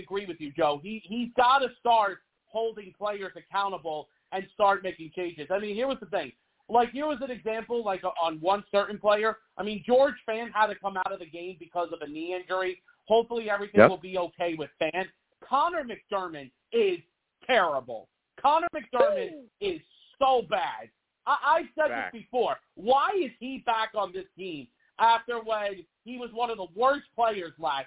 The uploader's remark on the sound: Live immediately after the Jets game against the Bengals, I sat down and discussed the game! The callers went crazy on this show and the takes were flying! I take live callers!